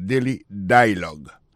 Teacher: Alors, accent tombé sous premier syllabe là.